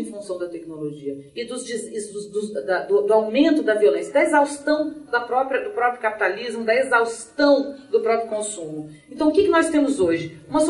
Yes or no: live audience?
yes